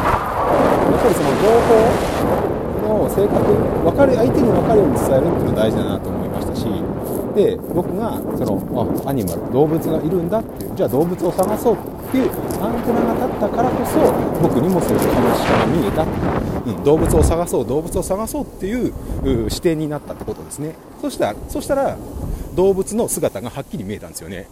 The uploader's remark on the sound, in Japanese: ゲレンデトーーク＠白馬乗鞍温泉スキー場 大好きなスノーボードをしながら、音声収録してみました。